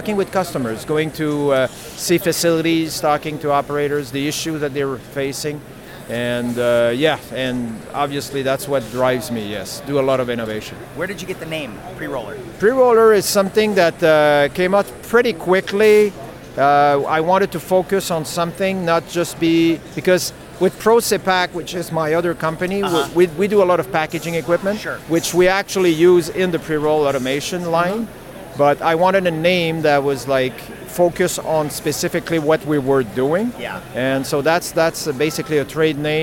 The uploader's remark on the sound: interview recorded on-site at the CWCBExpo